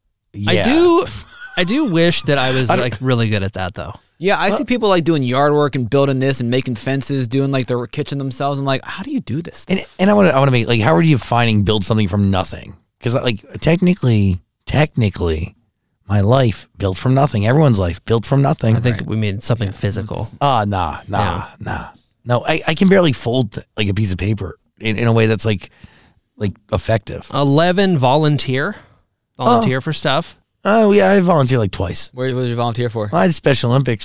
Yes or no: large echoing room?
no